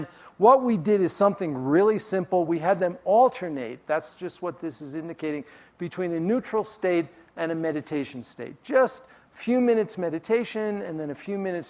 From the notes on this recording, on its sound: during his talk at the Festival